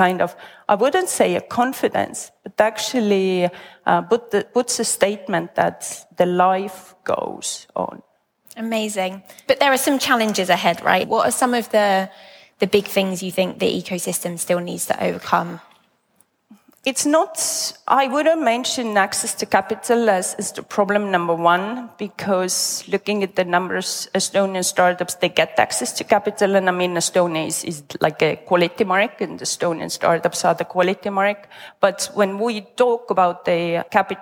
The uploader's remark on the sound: Recorded an extra special episode in front of an audience. We're live from Estonia!